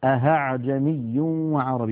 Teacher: أن يقلب الإنسان الهمزة الثانية هاء · Term: إبدالها هاء